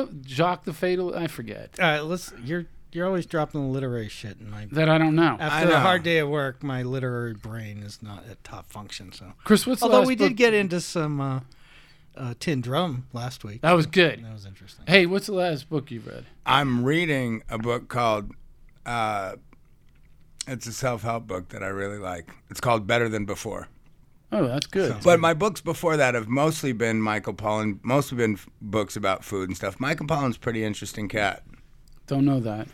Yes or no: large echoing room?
no